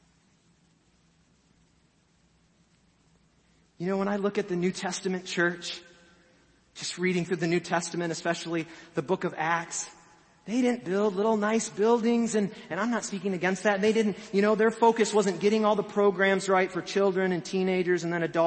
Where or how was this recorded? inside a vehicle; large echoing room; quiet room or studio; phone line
large echoing room